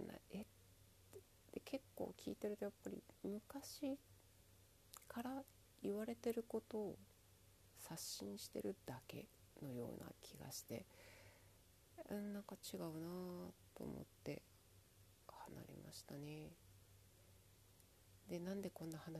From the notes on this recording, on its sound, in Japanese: 何回取っても変わんなかったので、ままよっ！と今日の最後収録。声、もちょっと出さなきゃなぁ……反省。